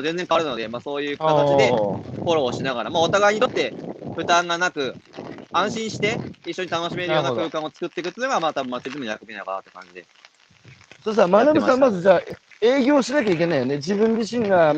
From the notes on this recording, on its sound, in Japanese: 歩くラジオ。歩きながら1時間、対談する。